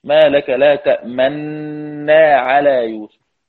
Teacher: يعني لا روم ولا إشمام، يضغم النون في النون، ما لك لا تأمنا على يوسف، تأمنا بدون لا روم ولا إشمام. · Term: الإدغام المحض